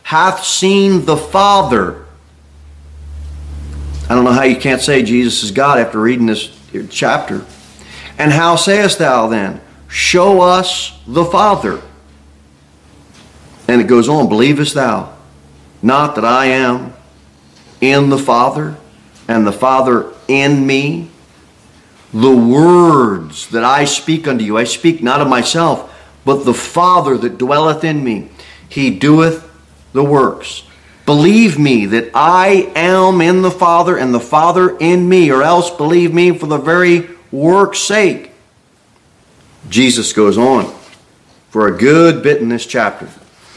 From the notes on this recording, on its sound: Sermon delivered at Pilgrim Baptist Church. Pilgrim Baptist Church, a bible-believing, independent Baptist church.